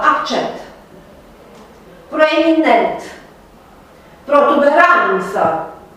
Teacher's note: Dacă eu spun accent, da? Rostesc mai apăsat E din ultima silabă. · Term: rostirea mai apăsată